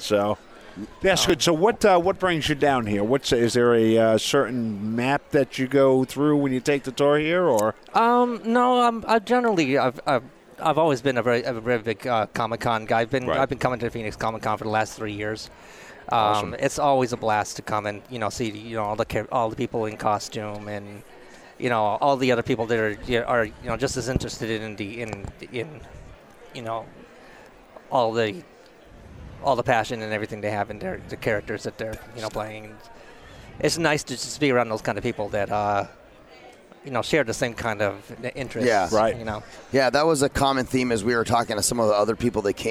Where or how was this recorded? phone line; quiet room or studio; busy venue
busy venue